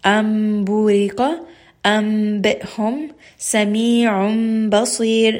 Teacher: So you can hear in all of these that noon sound is changed to a meem. · Term: iqlab